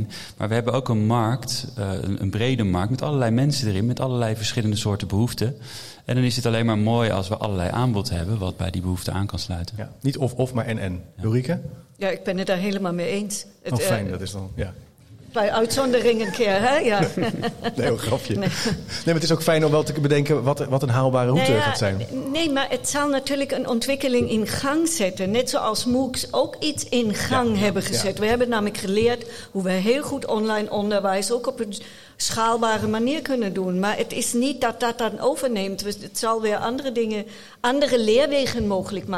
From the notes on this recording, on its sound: De podcast werd live gestreamd tijdens het congres. Tijdens de podcast stelt het publiek vragen aan de hand van stellingen.